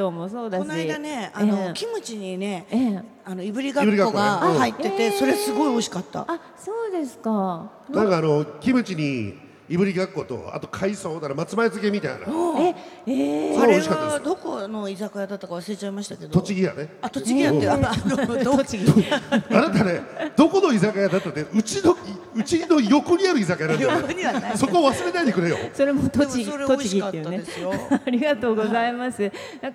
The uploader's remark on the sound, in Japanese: イオンモール秋田にて行われた公開収録より。